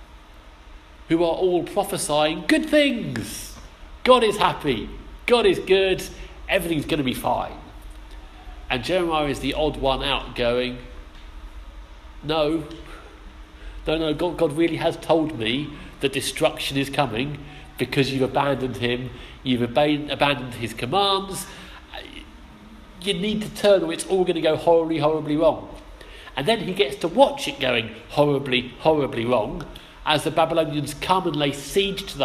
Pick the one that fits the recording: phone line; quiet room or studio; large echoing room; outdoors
large echoing room